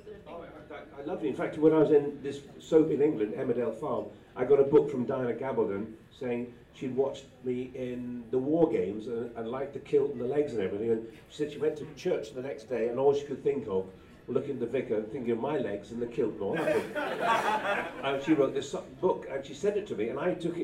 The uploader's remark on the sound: A panel recorded at this year’s BritishFest on June 4, 2017.